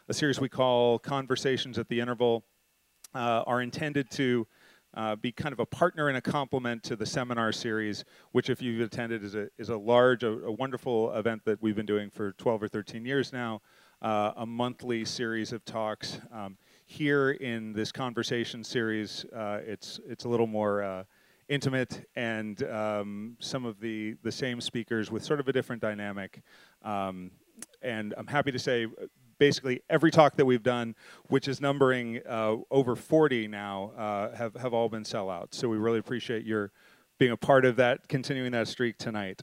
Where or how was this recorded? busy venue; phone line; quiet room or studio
busy venue